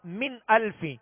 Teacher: نون ساکن کے بعد حمزہ ہے، حمزہ حروف حلقی میں سے، لہذا یہاں پر غنہ نہیں کریں گے بلکہ اظہار کریں گے